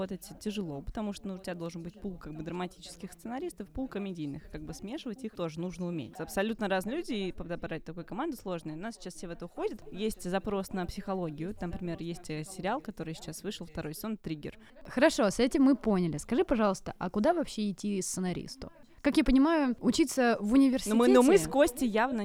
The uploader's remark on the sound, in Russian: Беседа вышла настолько оживленной, что студийная аппаратура дала сбой, но это только добавило камерности разговору. Как в шумном зале ресторана!